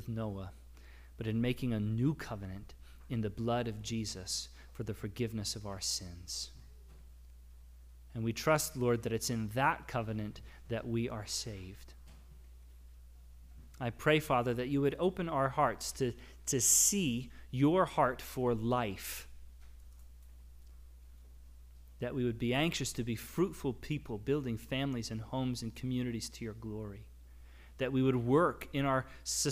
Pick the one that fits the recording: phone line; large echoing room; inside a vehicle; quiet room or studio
large echoing room